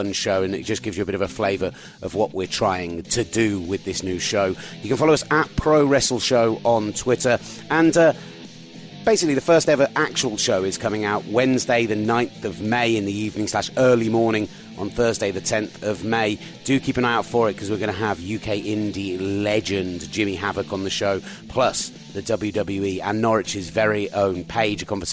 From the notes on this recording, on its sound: Recorded in a bar in New Orleans.